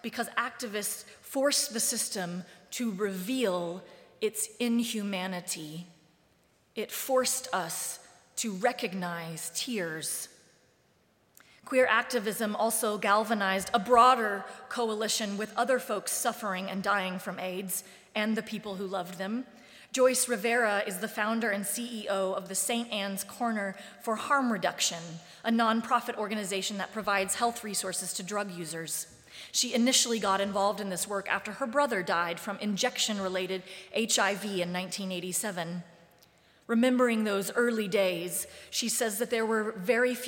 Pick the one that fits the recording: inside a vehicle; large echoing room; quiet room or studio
large echoing room